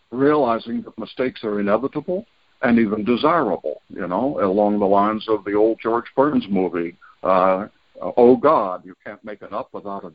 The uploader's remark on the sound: Monday Noon Phone Speaker Series